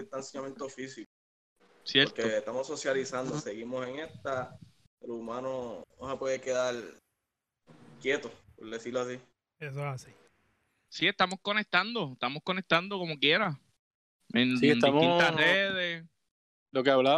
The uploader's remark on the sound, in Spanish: Seguimos con los podcasts remoto, esta vez nos reunimos via Discord. Desde La Cuarentena.